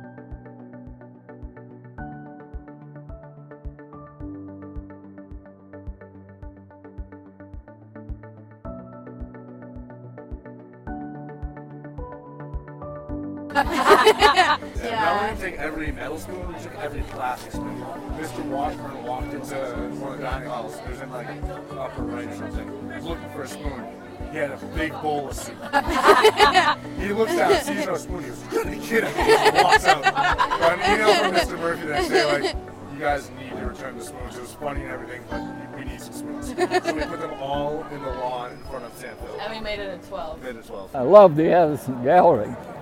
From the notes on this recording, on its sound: We set up a tent, a table, and chairs in front of George Washington Hall and invited alumni in to sit, relax, and reflect.